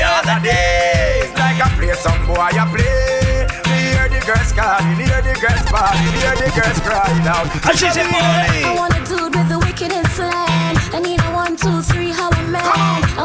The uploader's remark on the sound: Live Audio recording of my set at Island Saturdays